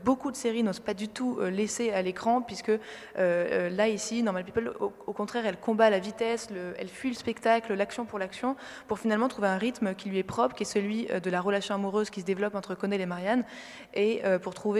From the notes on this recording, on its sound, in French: En direct des Grands Voisins.